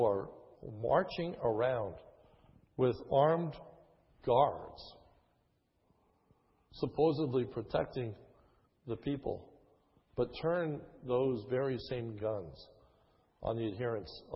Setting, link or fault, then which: setting, large echoing room